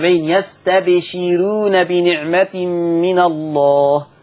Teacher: رققوا الراء لأن الراء مضمومة ومسبوقة بكسر · Term: ترقيق الراء